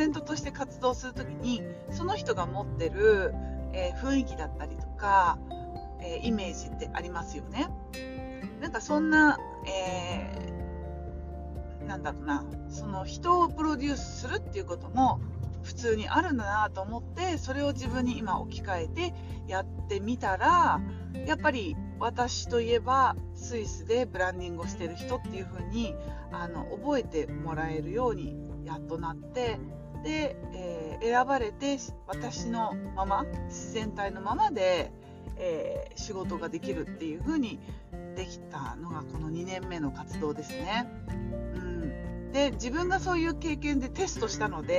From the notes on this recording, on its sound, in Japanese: スイスの町を、ドライブしながらの音声です。